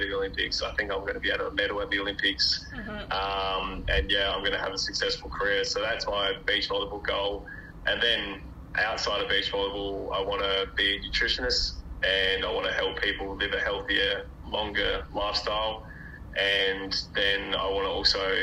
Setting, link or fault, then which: fault, poor sound quality